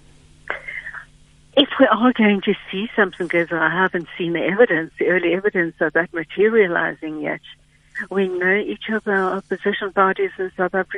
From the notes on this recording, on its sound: GUEST [PHONE]